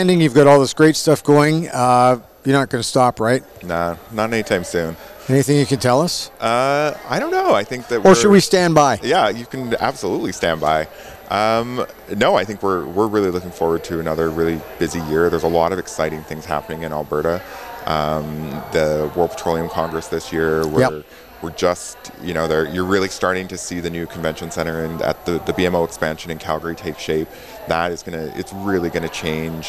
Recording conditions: busy venue